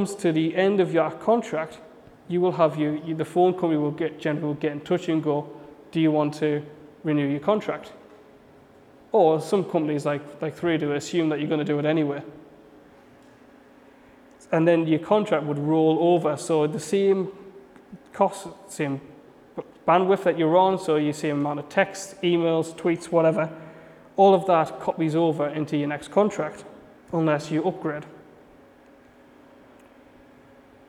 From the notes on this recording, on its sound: A message I preached at Bethany City Church at their Rise youth and young adults service.